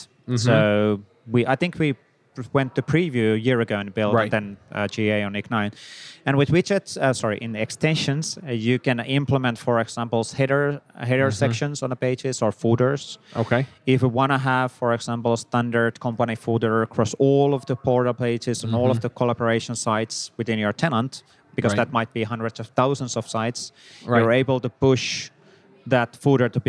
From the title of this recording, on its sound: LIVE at Microsoft Build